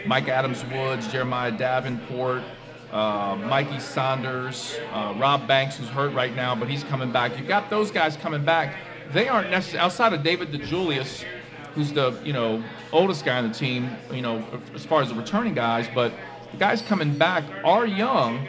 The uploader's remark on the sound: Live at Mio's.